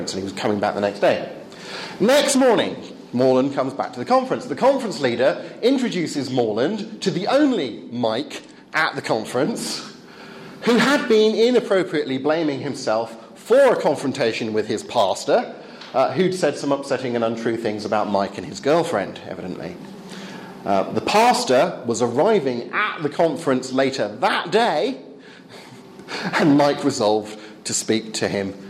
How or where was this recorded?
live audience